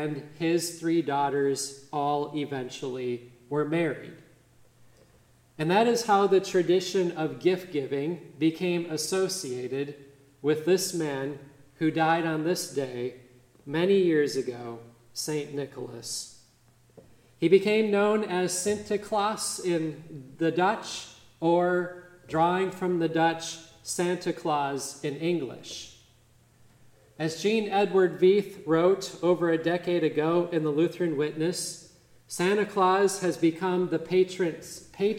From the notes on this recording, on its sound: midweek Advent service on December 6, 2023 at Grace Evangelical Lutheran Church, Lexington, MO